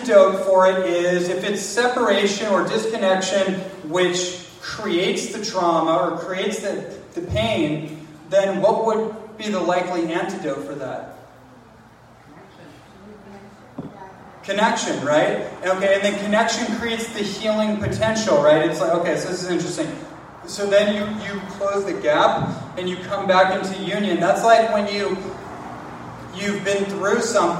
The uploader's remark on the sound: live presentation on the island of Kauai